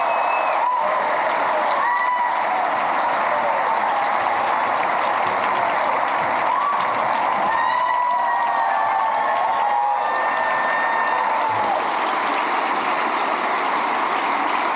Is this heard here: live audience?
yes